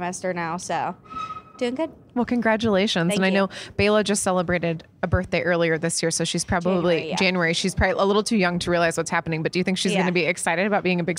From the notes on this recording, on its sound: backstage at Audacy's Leading Ladies Live